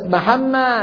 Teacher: يعني انتبهت ناس الجهد العضلي عندهم بس محمة، يعني بقيت الميم مشددة لكن الدال طارت